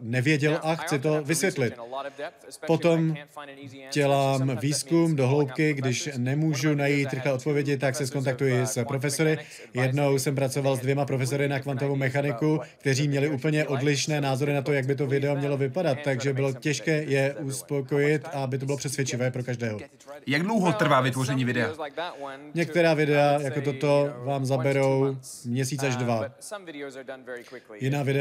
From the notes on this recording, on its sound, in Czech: Rozhovor s oběma jsme natočili na festivalu AFO v Olomouci.